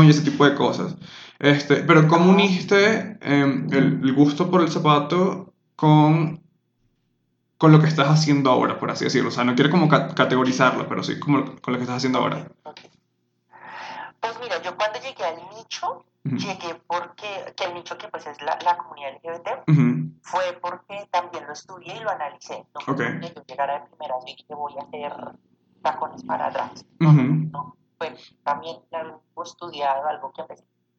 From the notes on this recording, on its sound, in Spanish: pido disculpas por la calidad del audio